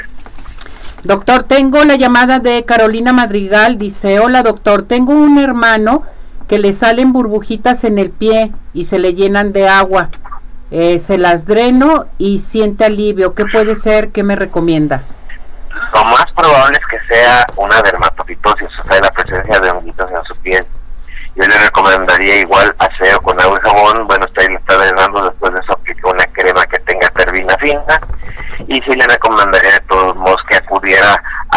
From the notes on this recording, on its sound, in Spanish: entrevista telefónica exclusiva